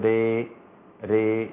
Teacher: قرأها بإمالة الراء شعبة فتصير ألف لام ري ري هكذا